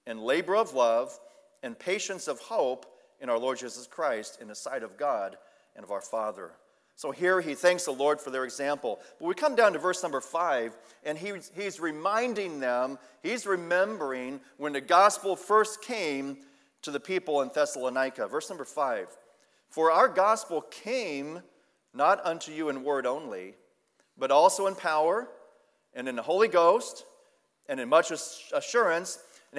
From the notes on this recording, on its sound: Sunday Evening Service